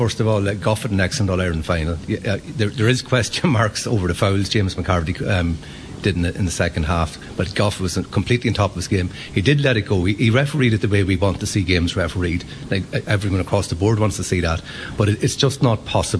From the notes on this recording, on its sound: Live from Sisters Sara’s Letterkenny. Watch the DL Debate in association with Sara’s Kitchen at Sister Sara’s Letterkenny.